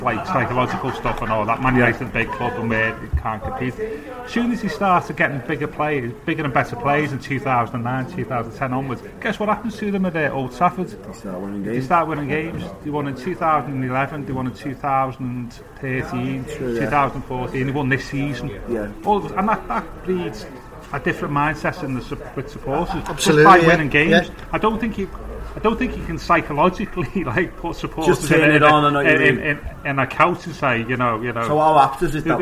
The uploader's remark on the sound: From the Bramley Moore pub, opposite the North Docks site where the stadium will be built.